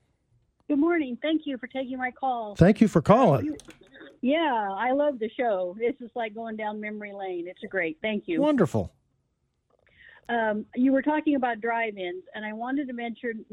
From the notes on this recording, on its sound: go 100% with the phone and text line